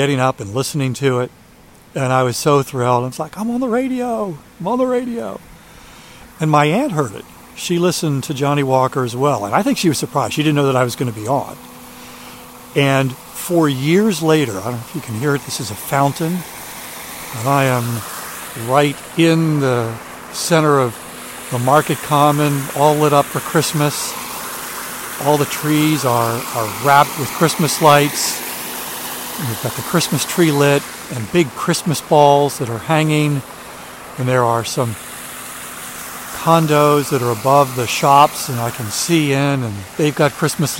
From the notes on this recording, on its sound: A Middle Of The Night Walk. During today's ten-minute walk. A guided tour of where he's walking.